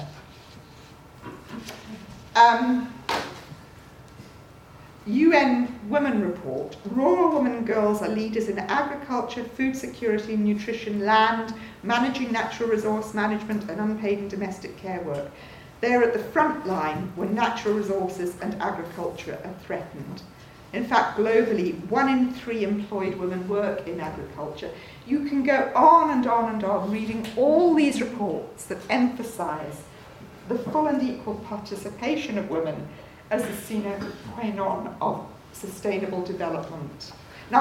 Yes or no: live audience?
yes